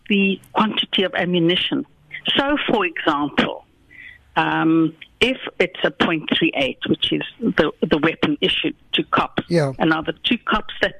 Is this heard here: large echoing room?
no